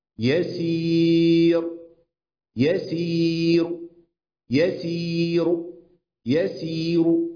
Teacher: ما هوصل بروم، الروم هو روم مع الضم، هوصل بضم، هجيب جزء من حركة الضم